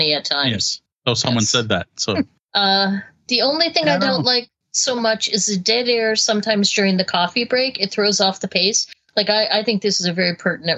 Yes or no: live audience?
no